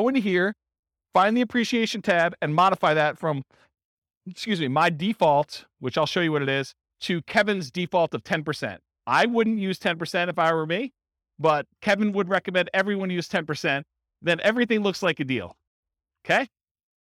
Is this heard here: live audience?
yes